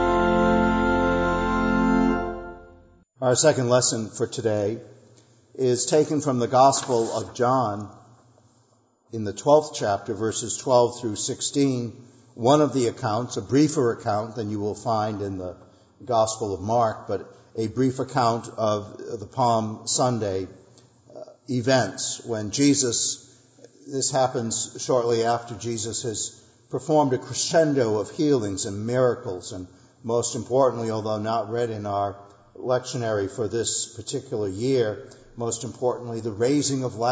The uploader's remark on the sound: Sunday Worship. Our worship service at the Old First Church in Bennington, Vermont.